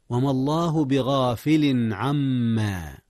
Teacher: أظهر التنوين قبل العين، والعين من أحرف الإظهار